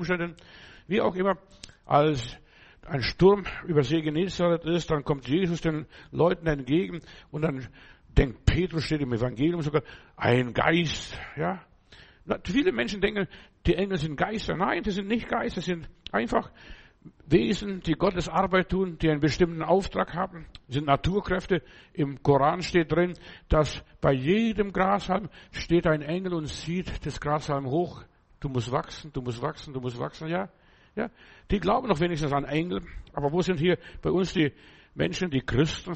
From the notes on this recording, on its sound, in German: Februar 2024 im Gemeinde-Zentrum in Berlin aufgenommen.